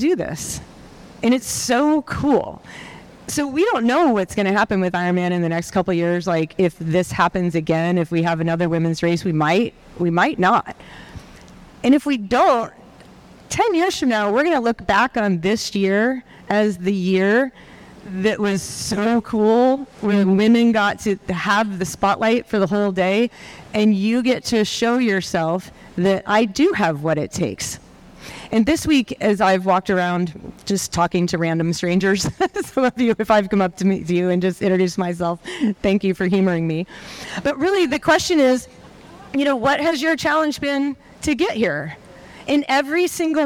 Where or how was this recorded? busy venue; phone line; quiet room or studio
busy venue